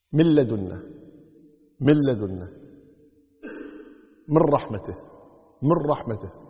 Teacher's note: اللام والراء بدون غنة تتمشيها سريعة هكذا. · Term: إدغام بدون غنة